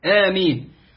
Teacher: لا لا يا إخوة، لا معاشر المؤمنين، لا معاشر المصلين، لا. آمين الألف فيها ألف بدل، ألف بدل، والبدل في رواية حفص عن عاصم تمد حركتين